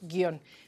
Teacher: Eso quiere decir que tenemos ahí un diptongo, en realidad, porque la que suena es la I y la O. Entonces se mantienen en la misma sílaba, es un monosílabo, se pronuncia así, guión.